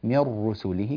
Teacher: رققت الراء، لا، الراء تفخم